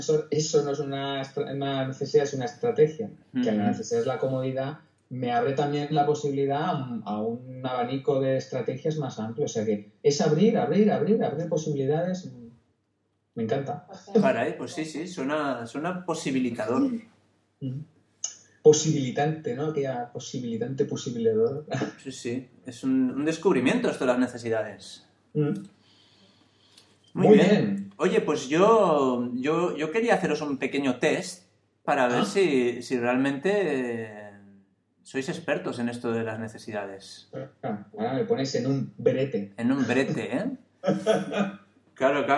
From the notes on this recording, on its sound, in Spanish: Audio de baja calidad